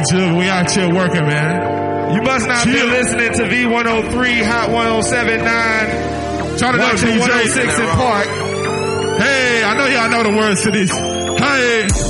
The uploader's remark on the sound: Live on location interview. At Makin' It Magazines Music Mondays Event in Atlanta.